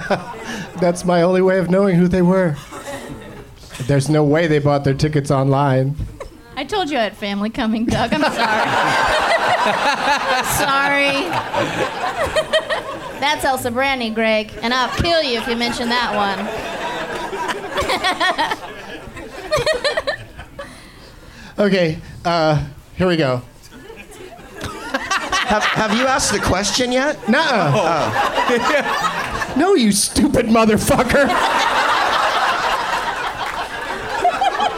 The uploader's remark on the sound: Live from the Punchline in San Francisco